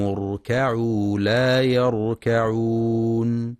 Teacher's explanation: وينتبه لترقيق الكاف في كلمة اركعوا وكلمة لا يركعون، فلا يقرأ اركعوا بتفخيم الكاف حتى تقرب من القاف.